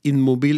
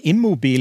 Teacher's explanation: der blir n-en til m fordi ordet som det skal festes til å være prefiks på, begynner med en m · Shown in: second take · Og Da blir inn til im.